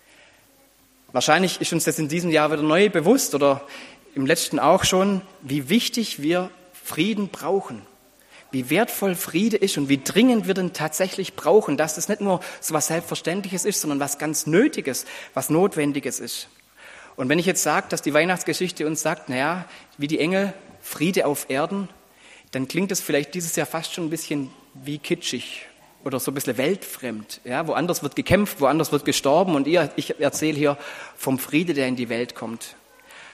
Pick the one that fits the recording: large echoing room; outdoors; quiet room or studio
large echoing room